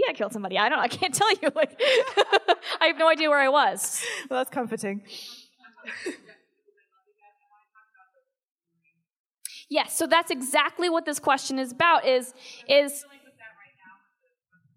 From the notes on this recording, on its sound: LIVE at Much Different Showcase. Recorded at the Much Different Showcase in Brooklyn, New York with a special audience Q&A.